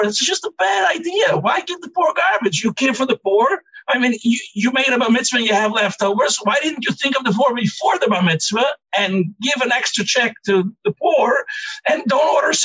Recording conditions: video call